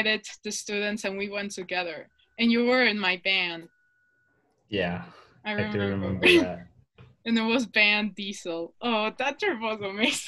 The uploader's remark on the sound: Sorry the audio is a bit laggy, we had to do it over zoom because of quarantine.